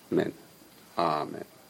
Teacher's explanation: he didn't pronounce the ah of amen. It's going to be a long ah.